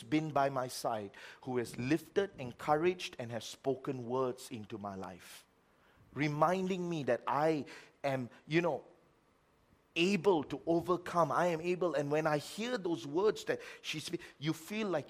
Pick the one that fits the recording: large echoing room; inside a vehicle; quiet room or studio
large echoing room